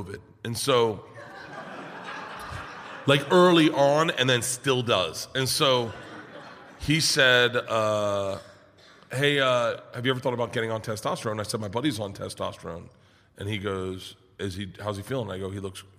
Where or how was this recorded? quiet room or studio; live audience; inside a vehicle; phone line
live audience